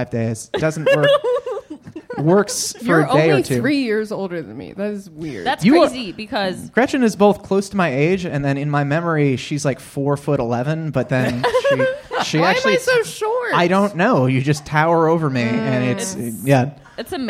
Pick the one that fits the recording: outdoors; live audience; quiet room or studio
live audience